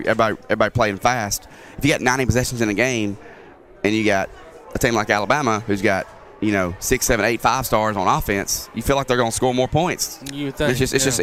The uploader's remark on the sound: Live from the Limestone County Basketball Tournament at Ardmore High School